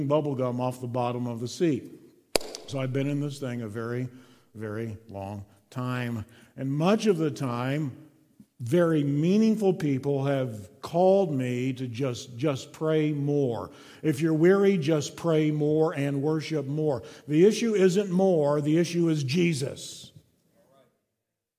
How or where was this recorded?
large echoing room